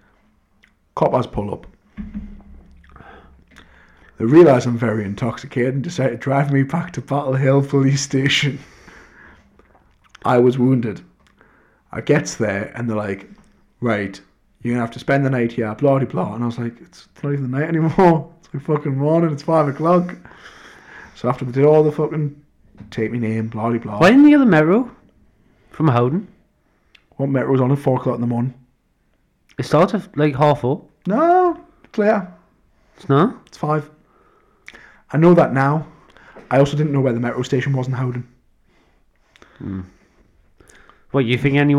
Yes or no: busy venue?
no